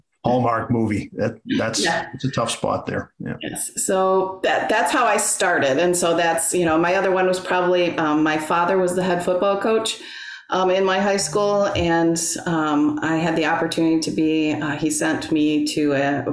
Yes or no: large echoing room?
no